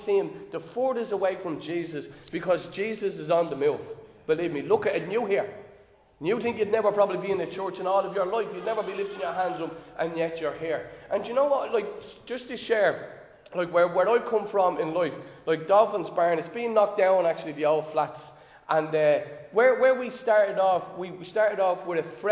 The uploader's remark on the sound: Recorded live in Liberty Church on 9 October 2022